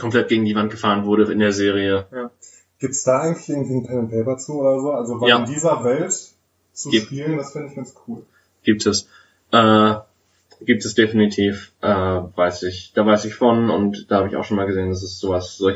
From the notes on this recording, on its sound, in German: technische Schwierigkeiten führten dazu, dass die Audioqualität durchaus Luft nach oben lässt